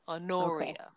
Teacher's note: The stress is on the penultimate syllable.